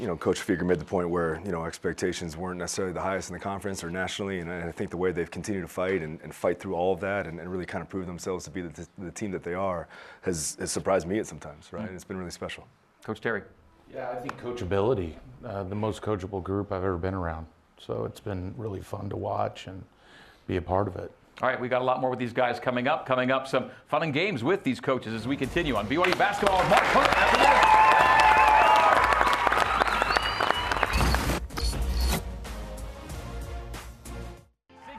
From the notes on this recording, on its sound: A live audience in Studio C.